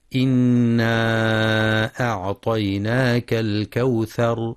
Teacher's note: ينتبه القارئ لغنة النون المشددة في إنا وللمد المنفصل إنا أعطيناك، حيث يمد 4 أو 5 حركات، كما يراعى ترقيق الهمزة في أعطيناك.